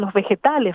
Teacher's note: Entonces ahí el acento de la palabra cae como más hacia el final de la palabra.